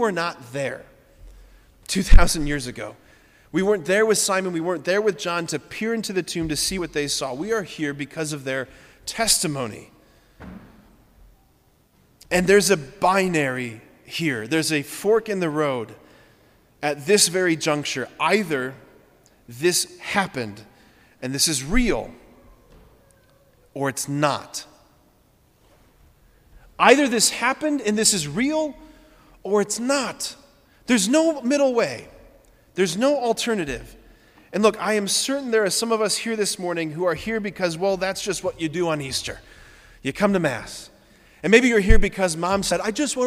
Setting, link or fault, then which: setting, large echoing room